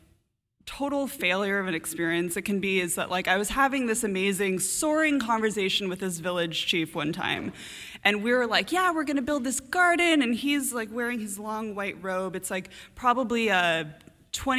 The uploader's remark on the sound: A story from the March 2015 All Y'all live storytelling event "Ladies Night,".